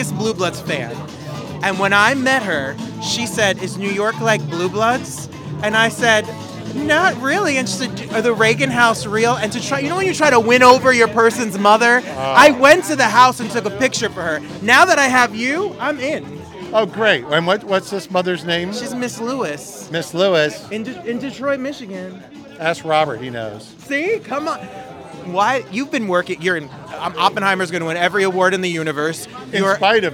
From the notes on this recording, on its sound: live on the red carpet!